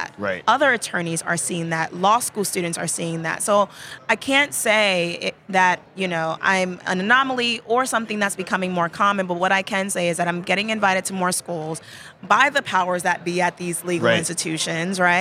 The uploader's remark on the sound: live from ABA Techshow